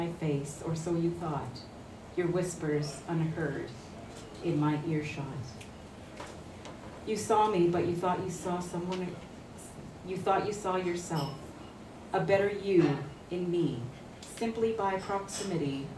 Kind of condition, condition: setting, live audience